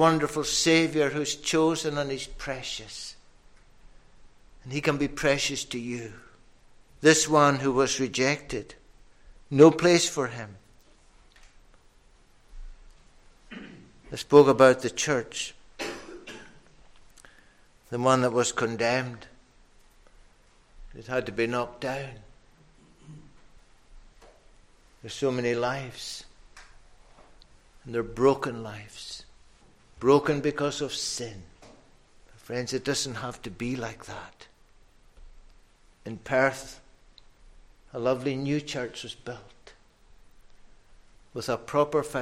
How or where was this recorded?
large echoing room